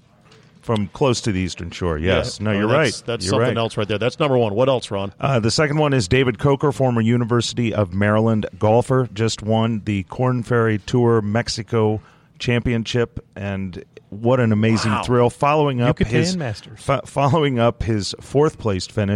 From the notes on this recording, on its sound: Taped live at GolfDom Golf in Tyson's Corner, VA.